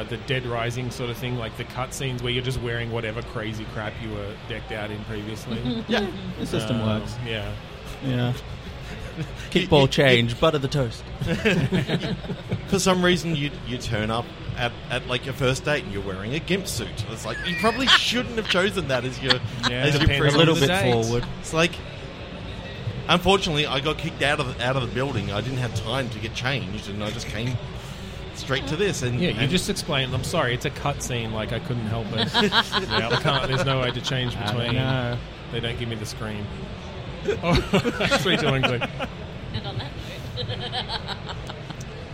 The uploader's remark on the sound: Live from PAX 2022. Live from the Audio Technica booth on the show floor at PAX.